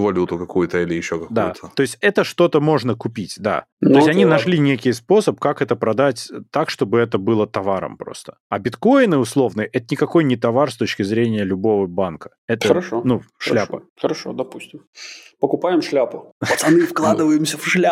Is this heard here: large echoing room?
no